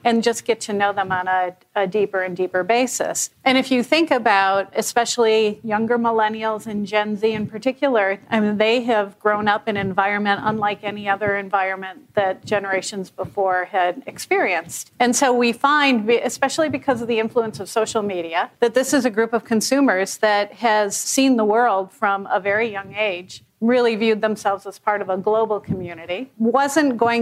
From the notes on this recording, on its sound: Recorded during the Incite Group's Brand Marketing Summit. Comes to you from Brooklyn, where it was recorded during the Incite Group's Brand Marketing Summit.